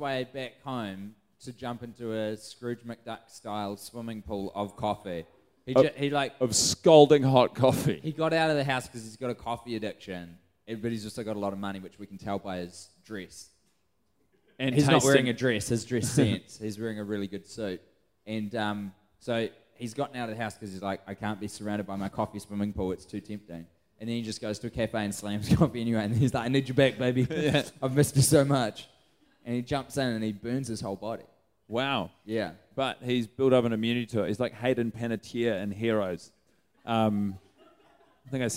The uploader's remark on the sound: Recorded in front of a live audience in downtown Auckland at The Montecristo.